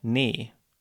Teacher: When you say it, you'll notice your lips are fairly wide, fairly spread.